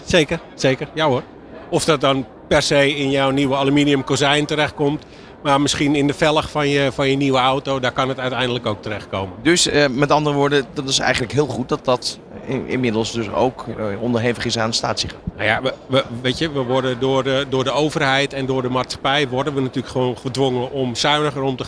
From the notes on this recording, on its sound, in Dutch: New Business Radio op de PROVADA dag 3 uur 1. Verder deden de presentatoren ook live verslag van de Inspiratie Awards uitreiking en spraken ze met de winnaars.